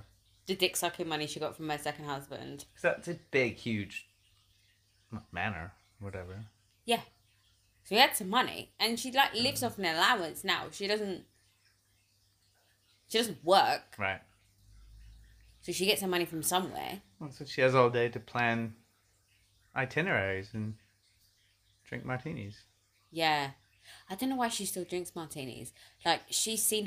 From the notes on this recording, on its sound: I have dragged my poor husband into recording. There is some background noise in this episode.